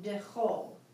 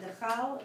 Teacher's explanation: That's to tell you, the Siddur prayer book is giving you a clue here, that the a is a special a pronounced o · Shown in: first take